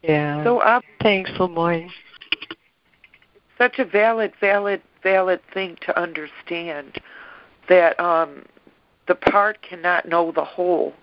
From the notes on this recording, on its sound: ACIM Daily Conference Call.